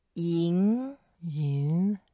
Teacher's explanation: It's second tones. You move up slightly.